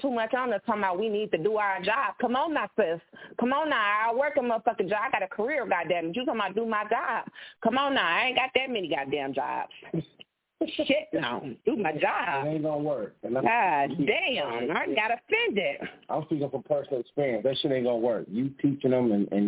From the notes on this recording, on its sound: Keeping It A Buc Live On iFM Radio. Answering your calls live on the air.